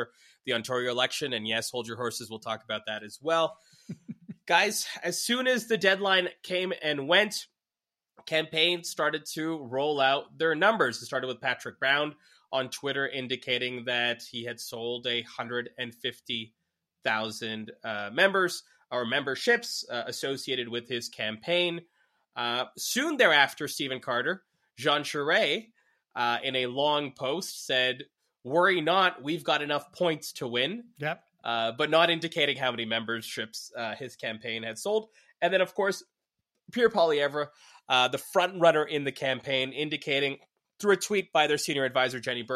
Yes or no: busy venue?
no